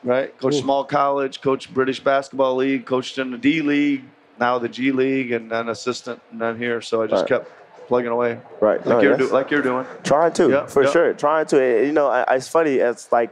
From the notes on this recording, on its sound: LIVE from NBACon at Summer League